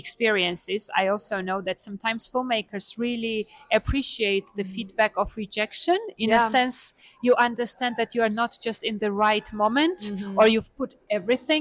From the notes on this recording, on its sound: This series was recorded on site. International Film Festival Rotterdam.